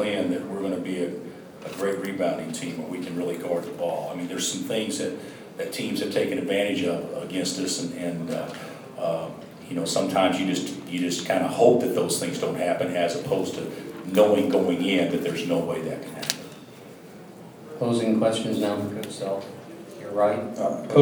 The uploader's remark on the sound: Press Conferences & Post-Game Interviews